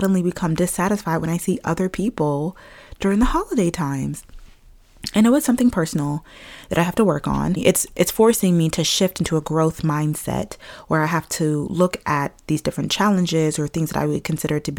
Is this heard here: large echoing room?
no